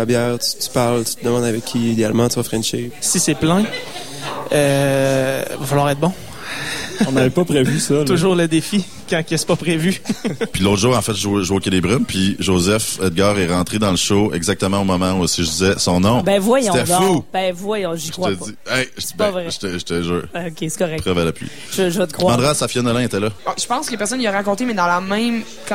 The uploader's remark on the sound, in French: émission spéciale du Festival d'été de Québec, diffusée à partir du bar Le Sacrilège